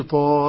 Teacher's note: إن كان أحادي خطا ولكنه ثنائي لفظا يمد مدا طبيعيا بمقدار حركتين، زي ايه؟ زي طه، طا حرفين ينطق طا، طا ألف، هاء هاء ألف، ولكنه يكتب حرف واحد.